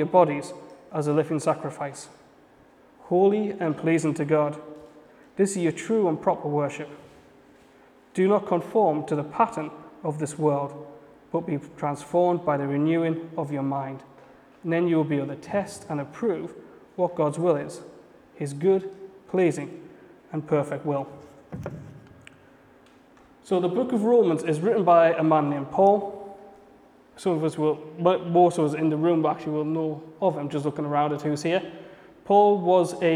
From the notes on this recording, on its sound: A message I preached at Bethany City Church at their Rise youth and young adults service.